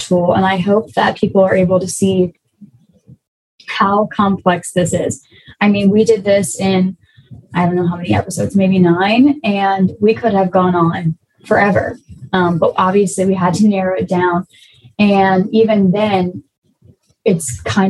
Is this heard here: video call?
yes